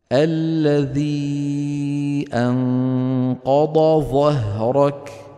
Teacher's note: ظه مثل وز مثل نش مثل رح لأنها إيه؟ رخوة.